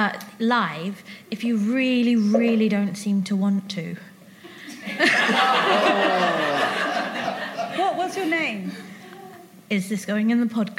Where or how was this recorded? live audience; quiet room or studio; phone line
live audience